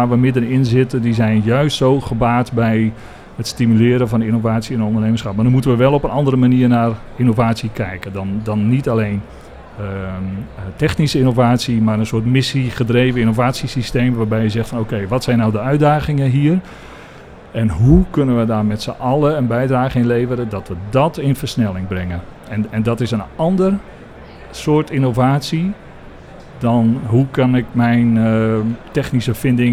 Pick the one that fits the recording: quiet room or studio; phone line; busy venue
busy venue